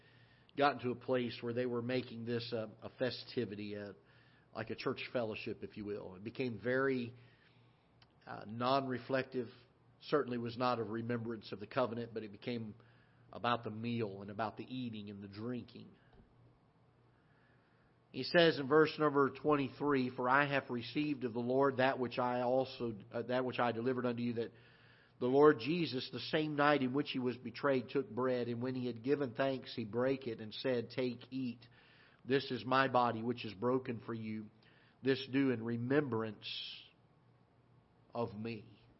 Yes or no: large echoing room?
yes